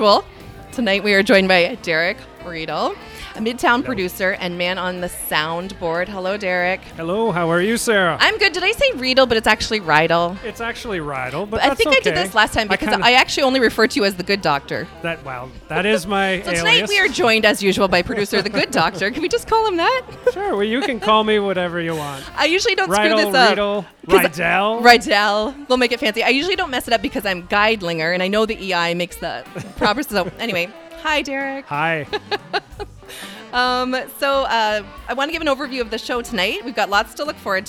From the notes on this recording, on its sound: LIVE from Jane Bond. Head to Jane Bond in Uptown Waterloo to celebrate the opening of the front patio and the pedestrianized Princess St Block!